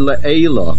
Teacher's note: The word le'ela is mil'el. The main accent is on the ayin.